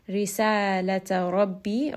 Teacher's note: راء here is going to be heavy because it has a فتحة